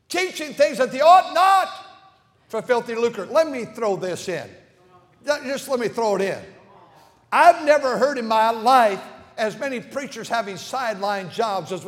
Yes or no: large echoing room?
yes